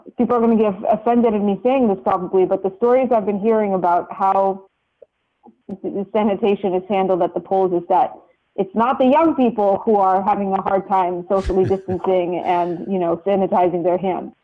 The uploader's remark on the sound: Joins us over the phone.